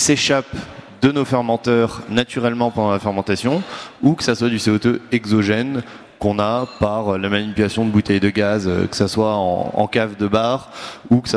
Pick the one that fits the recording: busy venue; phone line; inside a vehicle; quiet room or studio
busy venue